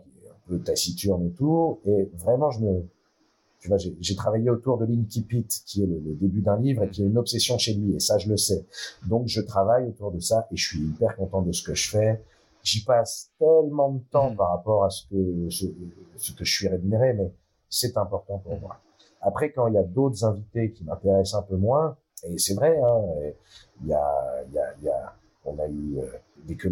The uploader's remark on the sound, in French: Je tiens à m’excuser pour la qualité sonore de l’émission, mais comme je l’ai dit en introduction, j’ai du faire face à un problème technique que je n’ai su résoudre.